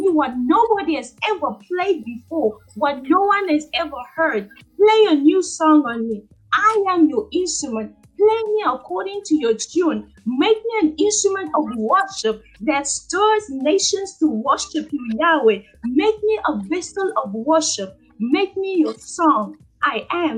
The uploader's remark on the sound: We apologize for the quality of this recording but we trust the message is clear.